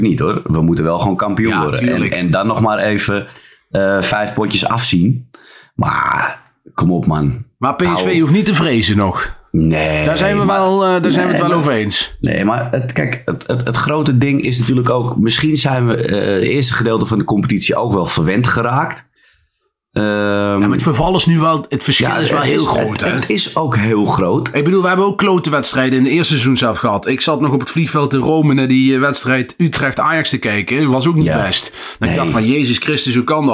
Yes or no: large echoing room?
no